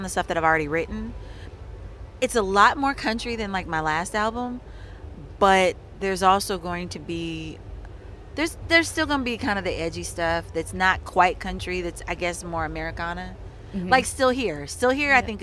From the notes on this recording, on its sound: backstage at The Long Road Festival at Stanford Hall, Leicestershire